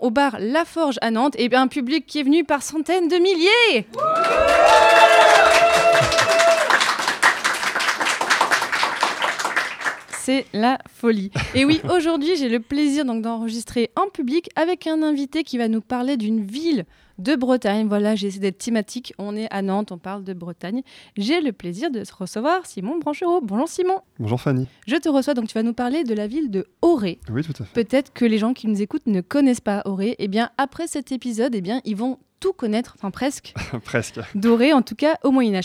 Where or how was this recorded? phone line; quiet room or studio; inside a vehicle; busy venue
busy venue